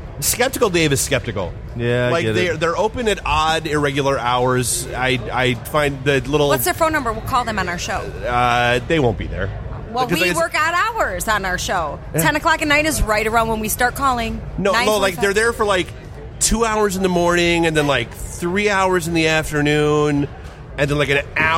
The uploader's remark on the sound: Podcast Detroit live from Michigan Comic Book Expo